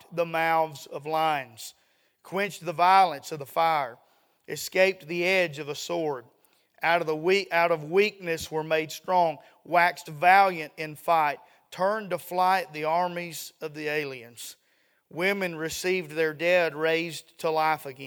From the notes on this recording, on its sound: A sermon preached Sunday Evening, on July 2, 2023.